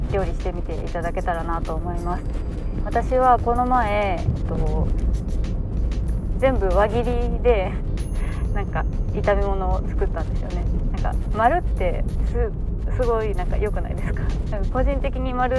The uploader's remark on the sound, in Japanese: 雑音多めですが、ご了承下さい。